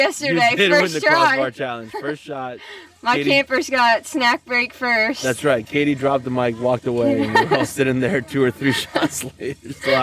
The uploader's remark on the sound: We're recording from the field! Record live from the DE Union Diamonds camp.